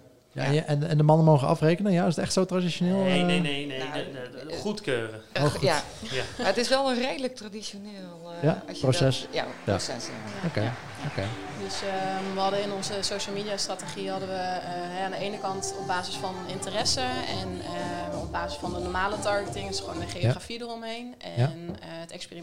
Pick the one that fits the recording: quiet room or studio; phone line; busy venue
busy venue